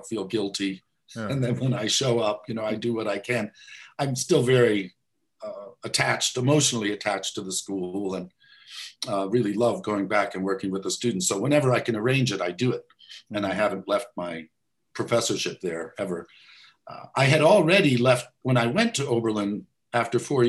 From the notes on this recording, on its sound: This interview was recorded on 14th June 2021 via Zoom.